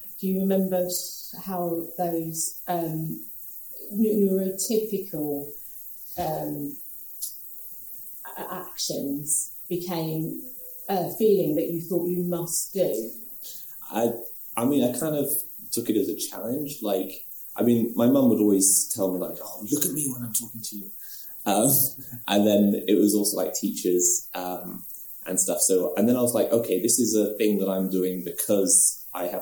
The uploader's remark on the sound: For our first-ever face-to-face Sunflower Conversations recording. This was a live recording, and as such, the sound isn't the best quality.